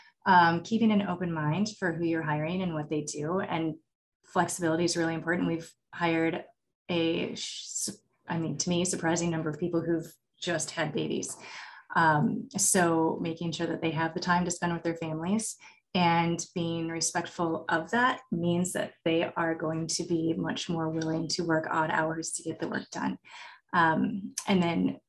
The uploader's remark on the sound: In CM Industrial’s latest live webinar, we spoke to water industry leaders.